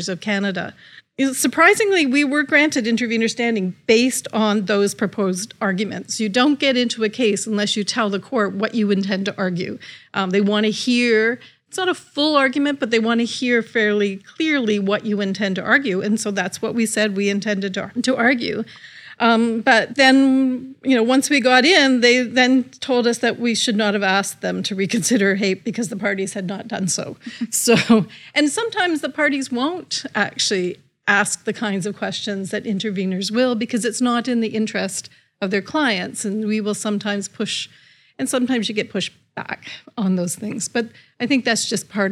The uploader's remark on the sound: The Asper Centre recently marked its 15th anniversary and to celebrate, we convened a live recording of this podcast, with the “tables turned” to start, and with several special guests.